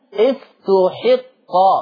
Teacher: استحق ضم التاء وكسر الحاء